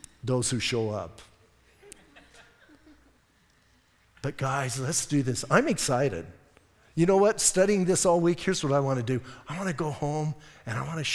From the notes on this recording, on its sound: Audio messages from Calvary Chapel in Sierra Vista